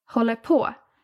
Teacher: So I put more stress on the word på. And when you said it, you had more stress on håller.